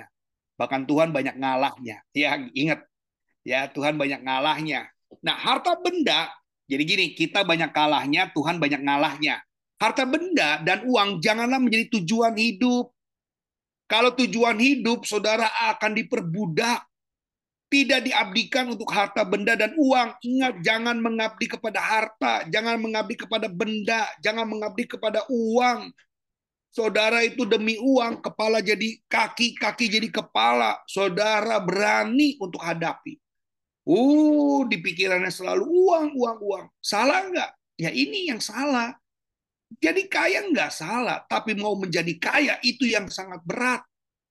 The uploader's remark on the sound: Audio Zoominar.